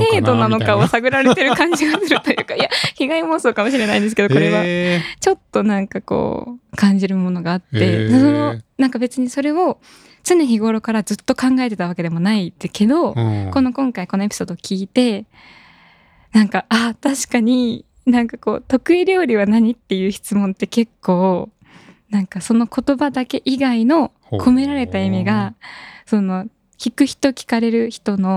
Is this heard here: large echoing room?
no